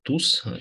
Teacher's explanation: a căzut n și s-a lungit o la u · Term: lungire compensatorie